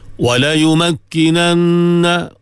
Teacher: wajibal gunnah, dengung bagi cukup.